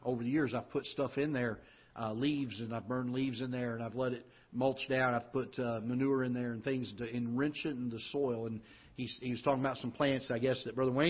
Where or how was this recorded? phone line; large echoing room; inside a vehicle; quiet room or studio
large echoing room